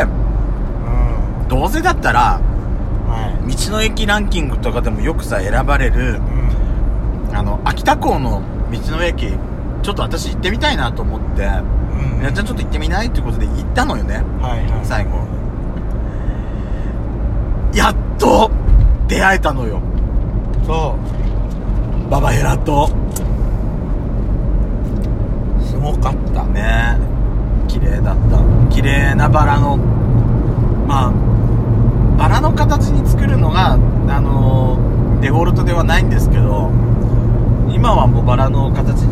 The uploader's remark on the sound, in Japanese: ドスドライブ収録 #ロードノイズゴメンね。遠征レポート秋田。道の駅巡り。